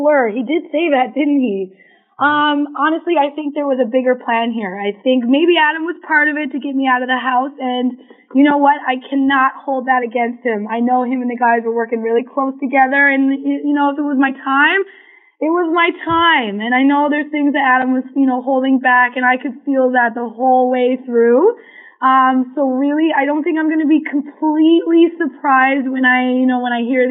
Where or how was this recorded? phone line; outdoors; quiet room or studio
phone line